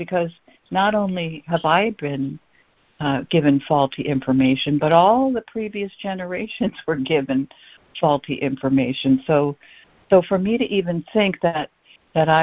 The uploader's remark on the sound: ACIM Daily Conference Call